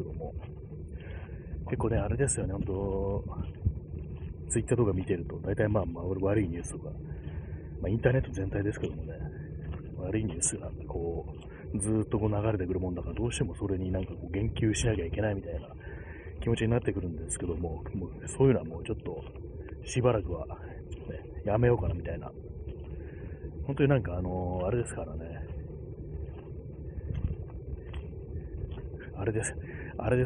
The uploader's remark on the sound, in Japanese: 歩きながら